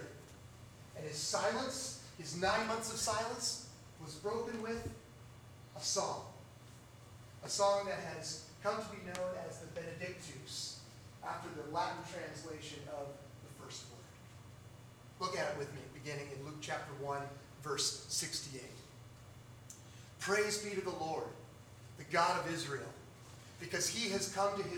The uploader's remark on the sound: Due to technical difficulties, the sound is uneven in the recording. The Audio Fidelity is much lower than normal.